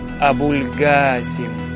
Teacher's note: з проривною «Г» і протяжною «А»